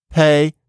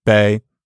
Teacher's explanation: As it happens, when you pronounce P, there's a tendency for the vowel after it to be pronounced on a slightly higher pitch than if you say B